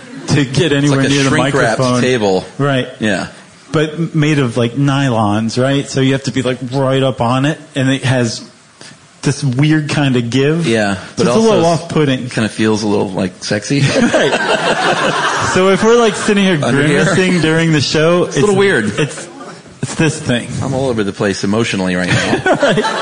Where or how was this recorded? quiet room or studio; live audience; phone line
live audience